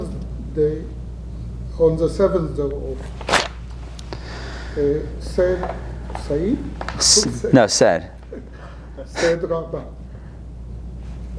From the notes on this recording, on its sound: Recorded live in Atlanta